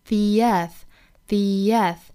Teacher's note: the 尾音的 e 和 earth 首音的元音 a 同样都是元音，那么要加一个 ye the earth the earth 美音的话呢，要卷舌 the earth theearth。那么这个 earth 尾音的这个 th 一定要记得哈，是咬一下舌头的轻辅音 th earth · Term: 元音加元音的碰撞